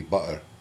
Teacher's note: in Dundee it would be a glottal stop. It would be butter.